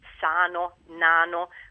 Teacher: Allora, il primo, quello da cui si parte, perché diciamo che è la realizzazione che più si avvicina all'ideale di N che abbiamo, è sano, nano, questo tipo di N, che viene pronunciata con la punta della lingua che va a battere contro la parte posteriore dei denti